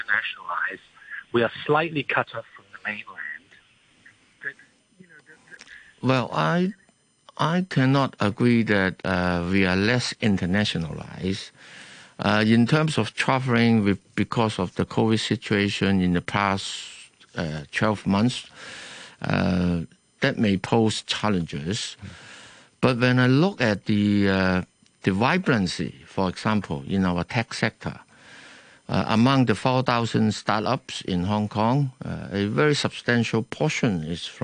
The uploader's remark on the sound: The Financial Secretary Phone-in. We'll have a special phone-in, with a chance to speak directly to the FS.